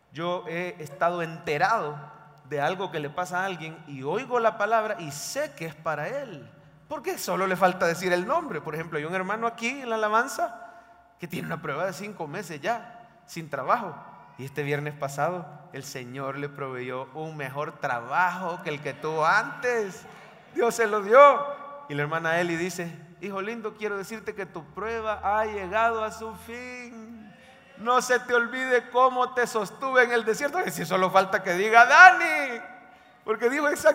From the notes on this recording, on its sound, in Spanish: En vivo desde el Centro Familiar de Adoración, para nuestro Día del Pastor 2023.